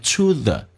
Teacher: to 跟 the 不被强调有一个弱化现象可以弱化成 t